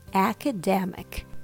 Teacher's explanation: Keep the first and third syllables strong and the other ones weak.